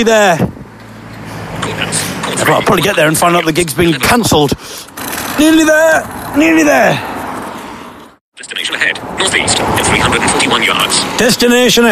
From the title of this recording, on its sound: Live From A Freezing Wet Piss-filled Underpass in Northampton